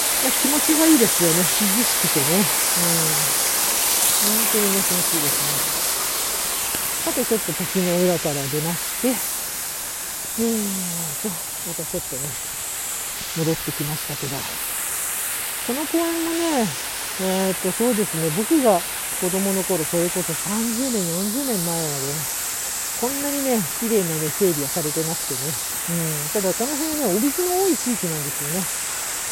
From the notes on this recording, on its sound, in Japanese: 久々の外収録 from Radiotalk。